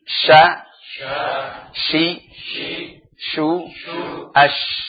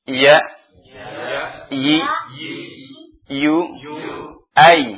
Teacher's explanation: Ini dari wasatul lisan keluar jim, syin dan ya.